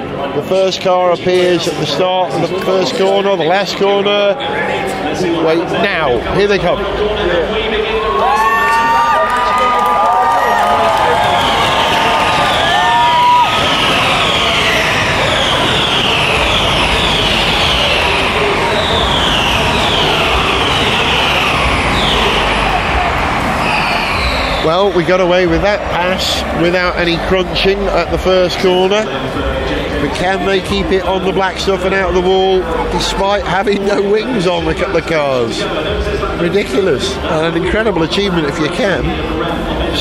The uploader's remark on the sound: Attend the 2023 London ePrix in Excel, Docklands. We capture the sound of the cars, the crowd reaction and the atmosphere in the Fan Zone.